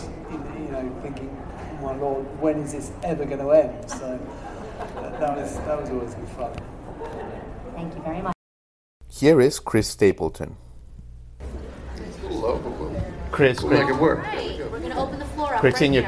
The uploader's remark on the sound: we take you inside the venue for the Press Conference